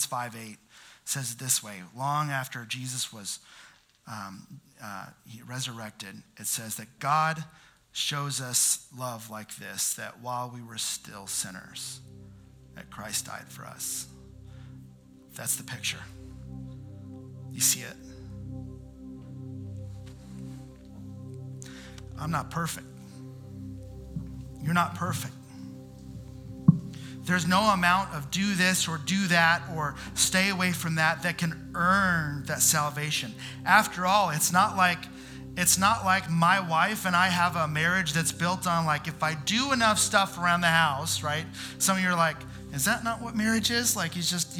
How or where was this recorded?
large echoing room